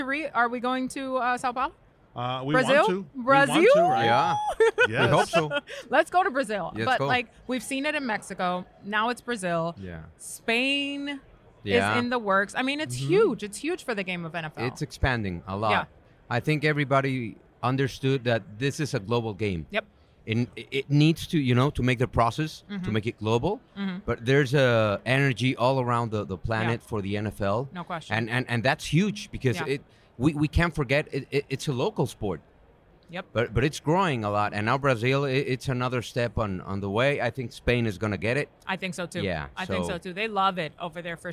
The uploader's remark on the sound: Live From Radio Row